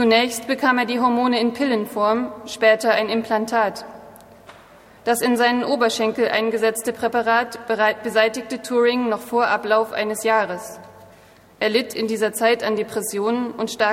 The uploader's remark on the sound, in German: Live-Performance der Hörspielwerkstatt der Humboldt-Universität Berlin